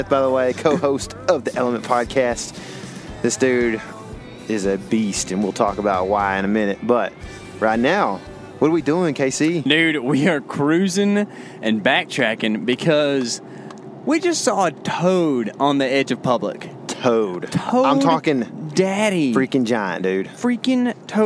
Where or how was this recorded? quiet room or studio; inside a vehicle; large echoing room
inside a vehicle